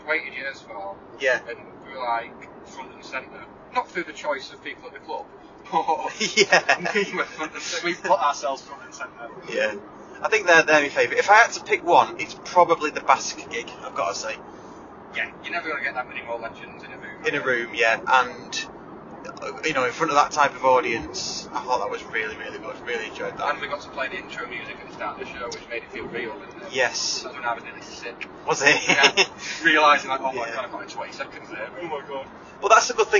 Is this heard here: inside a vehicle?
yes